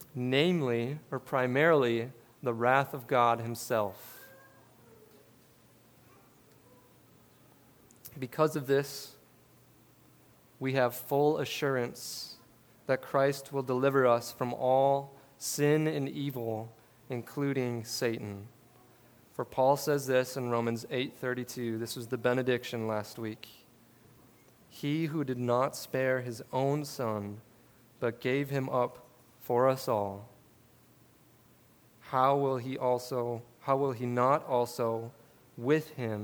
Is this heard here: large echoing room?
yes